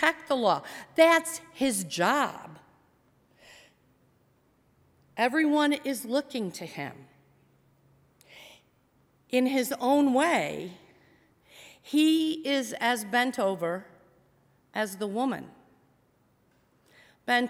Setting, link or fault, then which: setting, large echoing room